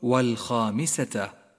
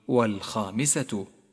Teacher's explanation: احذر من اللحن عندما تقرأ كلمة والخامسة فالتاء المربوطة مفتوحة وليست مضمومة · Shown in: first take